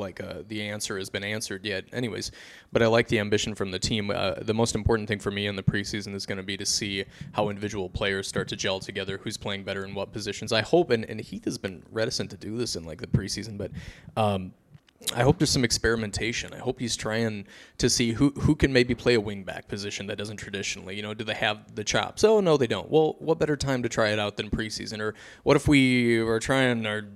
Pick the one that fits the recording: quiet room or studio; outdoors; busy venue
busy venue